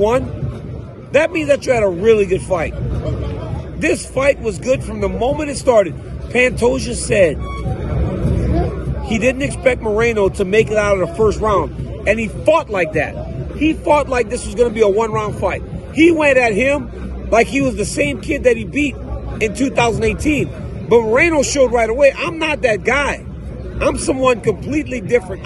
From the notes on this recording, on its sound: Live from the octagon. At UFC 290.